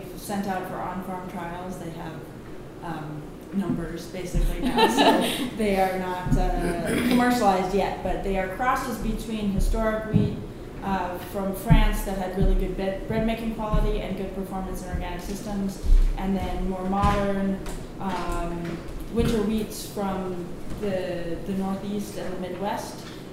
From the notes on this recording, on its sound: At the 2019 Fermentation Fest — A Live Culture Convergence in Reedsburg, five experts gathered on a panel